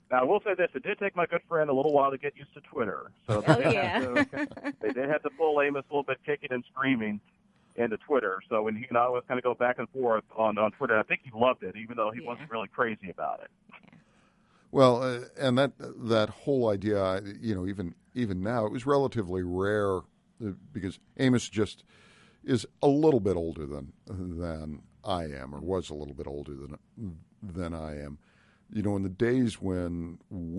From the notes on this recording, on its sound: via phone